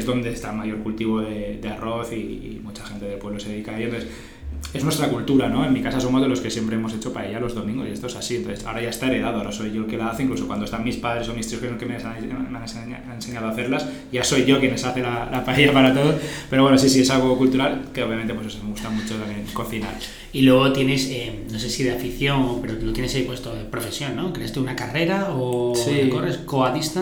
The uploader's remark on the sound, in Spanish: Capítulo especial grabado en Ftalks. Evento realizado los días 20 y 21 de octubre de 2022 en Valencia.